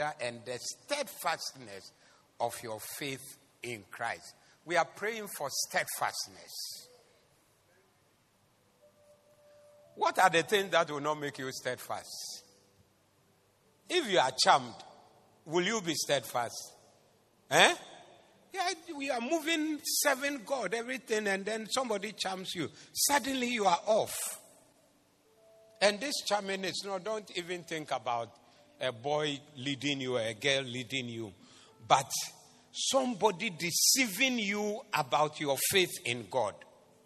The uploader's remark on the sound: Preached at the Zeloo Service.